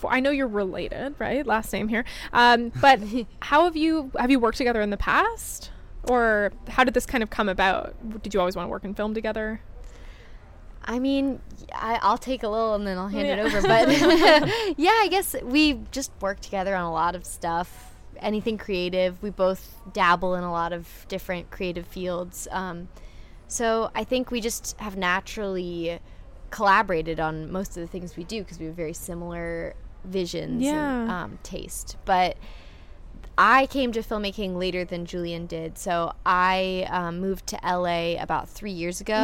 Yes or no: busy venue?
yes